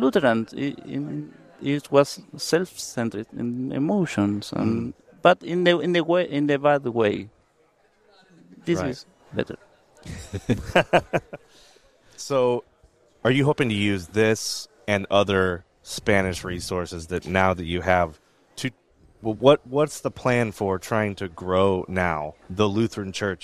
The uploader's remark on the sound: from the LCMS National Convention